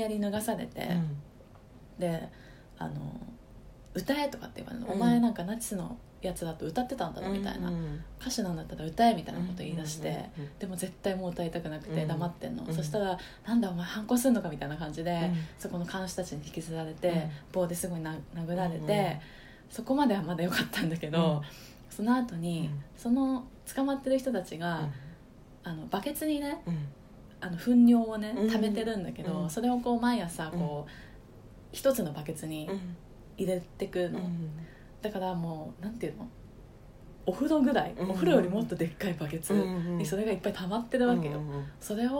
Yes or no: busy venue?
no